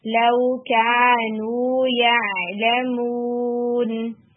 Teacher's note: یا لمون صرف میم اور نون میں گنا ہے، باقی لیٹرز آپ کے ریلیکس ہوں گے